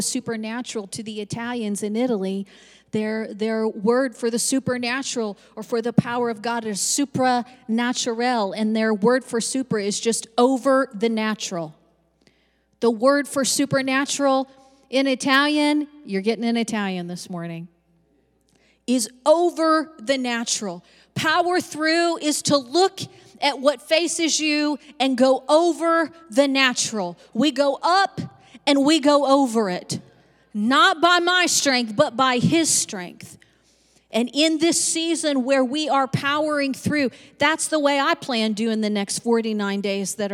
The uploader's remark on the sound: Recorded live on 2/13/22.